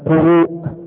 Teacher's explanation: حرف المد الواو وبعده همز · Term: متصل